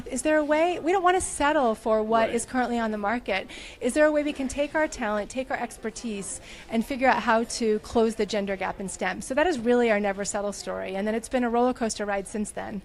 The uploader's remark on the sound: Takes you on-scene for the pre-show event that includes a red carpet, networking, caricaturist, live band, wine tasting, photo booth, social media activity and more at Canary in New York City.